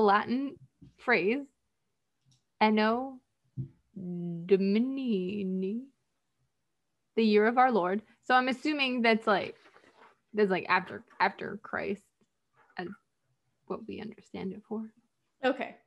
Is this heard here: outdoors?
no